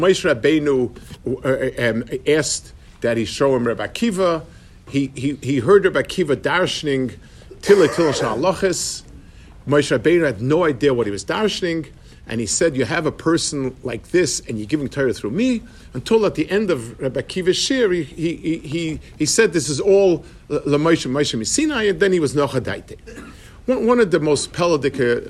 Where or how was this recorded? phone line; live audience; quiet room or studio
live audience